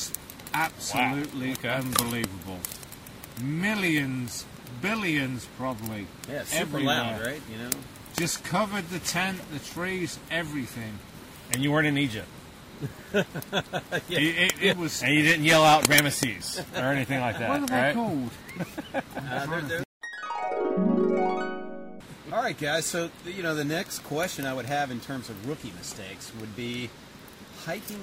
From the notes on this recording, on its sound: Recorded at a remote campsite on the Chattooga River. We sit around the campfire and discuss the fundamentals of backpacking.